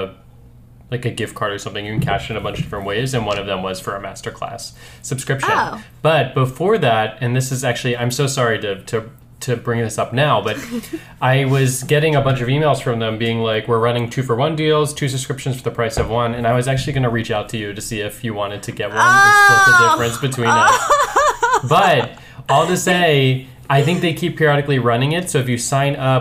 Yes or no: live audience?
no